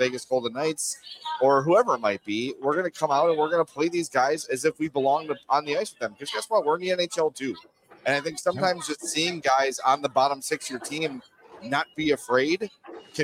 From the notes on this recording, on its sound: The CHGO Blackhawks are LIVE at Broken Barrel Bar in Lincoln Park for postgame tonight!